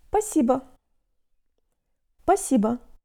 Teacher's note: In very casual speech, the S gets dropped.